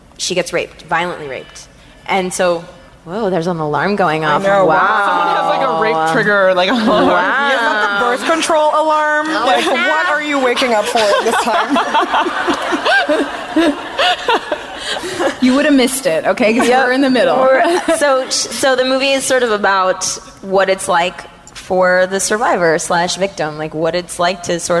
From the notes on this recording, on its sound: From our live show in Los Angeles.